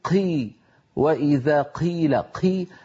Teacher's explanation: هذا الهواء الذي يلي القاف يحولها إلى حرف مهموس